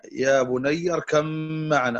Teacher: مثاله لما نقول يا بني اركم معنا، فالباء مع الميم اتحدت في المخرج، فالباء مع الميم كلاهما يخرج من الشفتين، فهما حرفان متجانسين